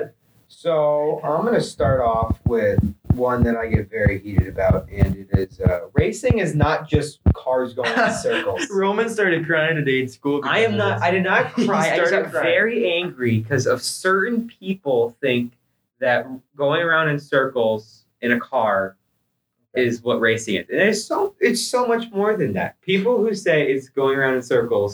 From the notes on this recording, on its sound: This episode may be some terrible audio quality. We had lots of audio troubles.